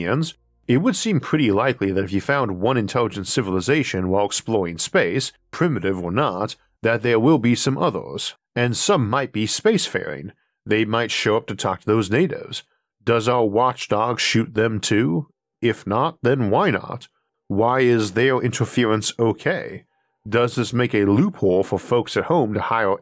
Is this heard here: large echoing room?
no